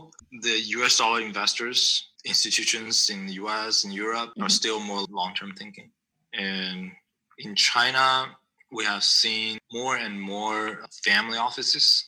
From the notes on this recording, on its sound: over Clubhouse app and Zoom